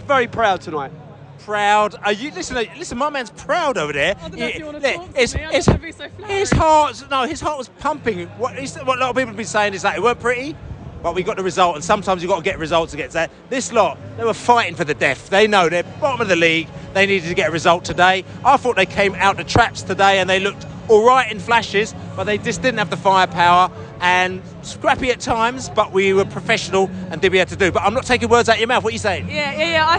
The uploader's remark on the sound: Post-Match Podcast From The Stands and the Pub. A trip to St Marys was next for Brentford.